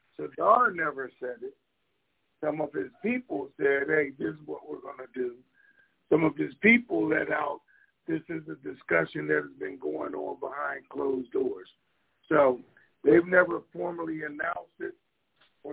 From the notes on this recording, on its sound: Conference Call